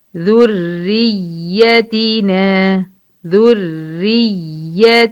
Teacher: تمي ضمة الذال وكسرة الره بترقيقها ر مشددة ويعملي نبر الياء المشددة، وتمي كسر التاء المشددة برضو، اللي هي كل ده في كلمة ذرياتنا.